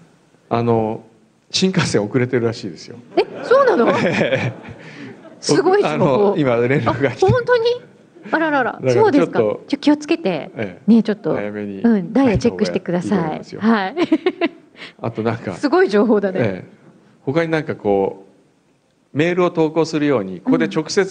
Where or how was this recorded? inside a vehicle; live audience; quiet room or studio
live audience